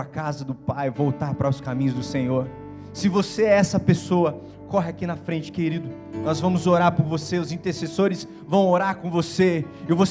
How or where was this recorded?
large echoing room